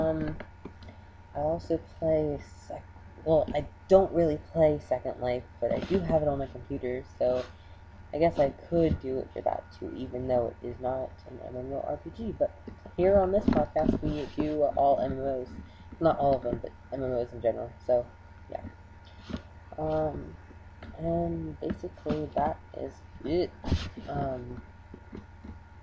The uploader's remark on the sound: Srry for bad audio I didn't have my usual mic.